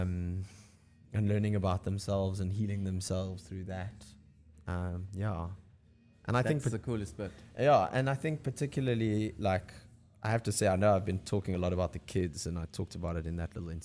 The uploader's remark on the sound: Podcast shot on location at : Lifestyle Surf Shop Cape Town.